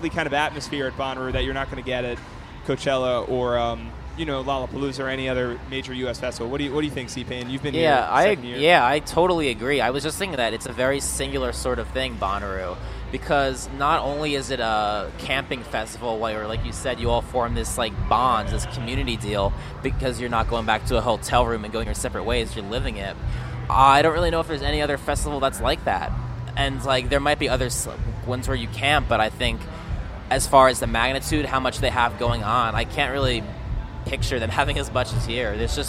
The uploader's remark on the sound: Hosts live from Bonnaroo 2014. To discuss the festival live from Manchester, Tennessee.